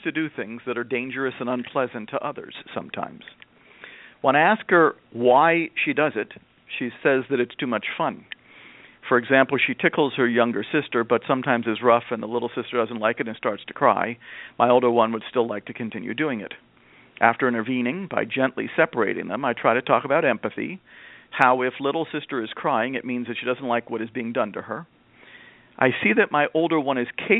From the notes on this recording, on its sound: a mom who called into the program